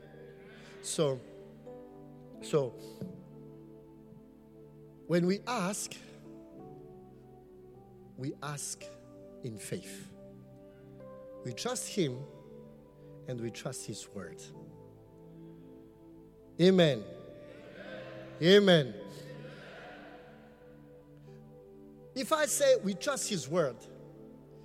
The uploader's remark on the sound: Preached at the Qodesh